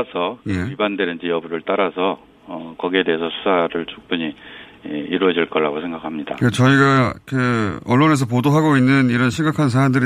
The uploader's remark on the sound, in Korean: 전화연결